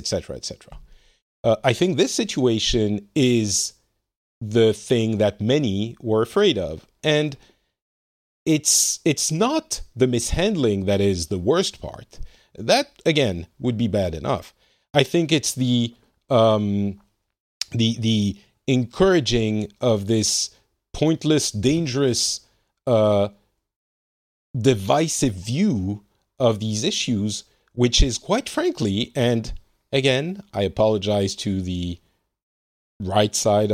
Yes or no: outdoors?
no